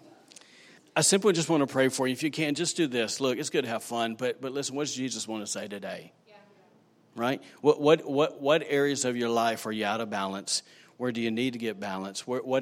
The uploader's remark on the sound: recorded on Sunday, November 10, 2019, during service at The Anchor Church in Rockport, Maine